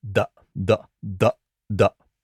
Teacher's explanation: D の子音というのは上の前歯の裏側につけた舌を勢いよくこう離してやる、そういって作る音なんですが